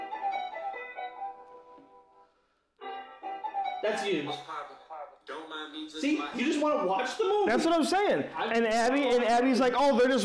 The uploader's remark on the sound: Sorry for the audio issues, being our 2nd recording we are learning to prevent the issues, and upgrading our tech to make it even better.